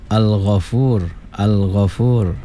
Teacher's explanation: Maka wajib menyatakan bacaan tanda sukunnya dengan hujung lidah diangkat menekan pada gusi gigi depan ya sebelah atas berhampiran makhraj huruf nun · Term: izhar qamariyah